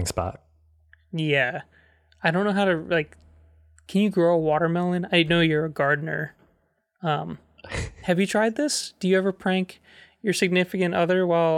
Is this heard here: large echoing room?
no